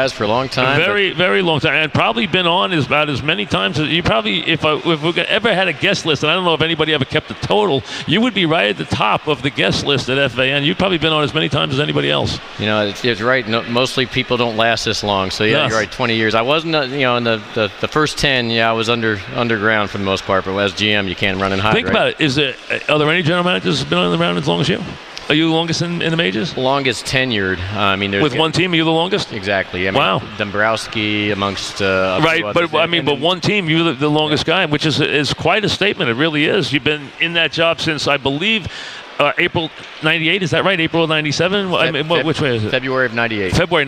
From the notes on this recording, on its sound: live at Grand Central Teriminal